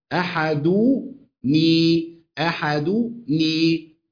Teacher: ضم على الدال أحد وكسرت التنوين أحدني الله